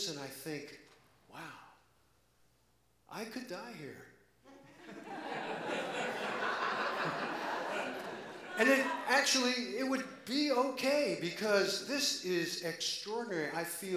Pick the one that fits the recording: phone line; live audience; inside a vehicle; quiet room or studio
live audience